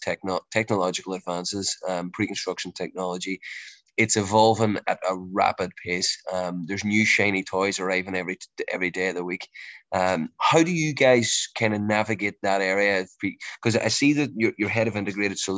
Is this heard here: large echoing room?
no